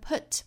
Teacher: 不要嘴巴过紧，不是向前嘟的那个 u,应该是口腔内有一个空间的 o